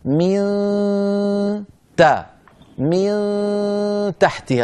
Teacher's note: الأمر الثاني لما تقول من تحتها، لا تلصق لسانك عند إخفاء النون الساكنة عند التاء، اترك طرف لسانك قريب جدا من مخرج التاء دون ملاصقة، فإذا انتهى الإخفاء تقرع بلسانك مخرج التاء